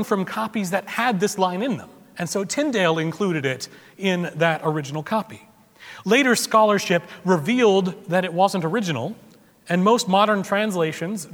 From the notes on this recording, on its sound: Recorded February 19, 2017 at Trinity Presbyterian Church in Bixby, Okla.